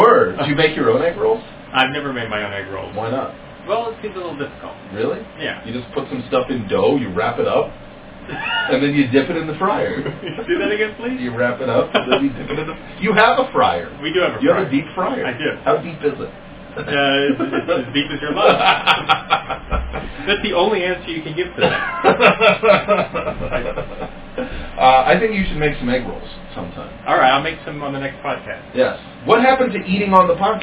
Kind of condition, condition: fault, poor sound quality